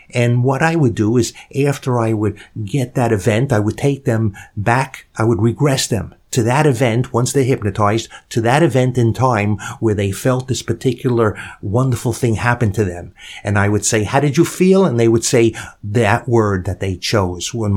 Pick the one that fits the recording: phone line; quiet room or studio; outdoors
quiet room or studio